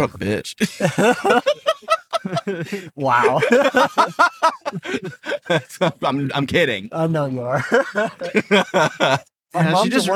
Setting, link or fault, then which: setting, inside a vehicle